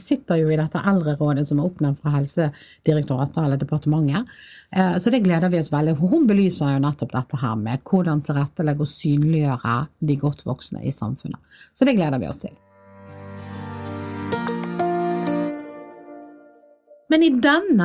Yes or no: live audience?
no